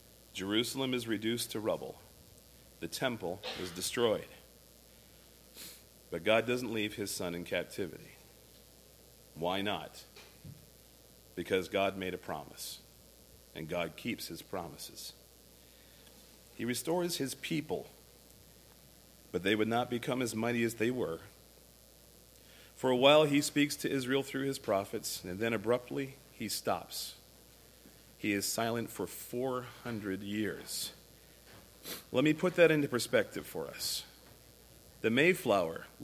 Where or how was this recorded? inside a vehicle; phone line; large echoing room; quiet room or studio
large echoing room